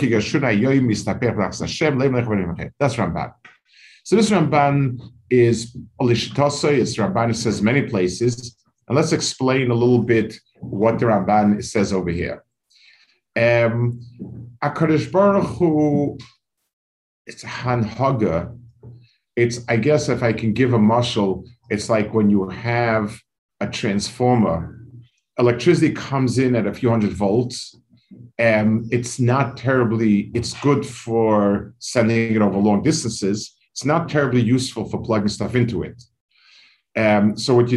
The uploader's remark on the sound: This shiur take place over Zoom on Motzei Shabbos.